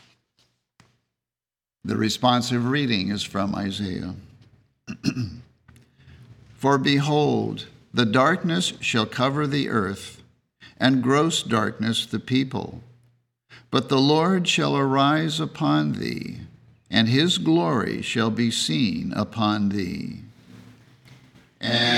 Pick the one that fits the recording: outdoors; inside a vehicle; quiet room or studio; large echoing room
large echoing room